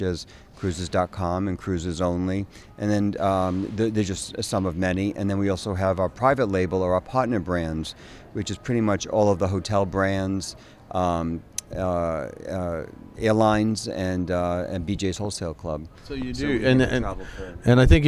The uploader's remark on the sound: at the recent EDGE conference